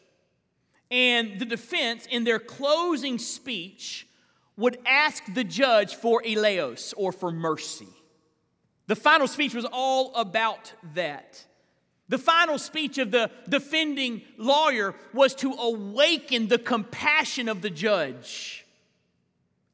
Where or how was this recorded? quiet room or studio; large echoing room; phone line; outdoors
large echoing room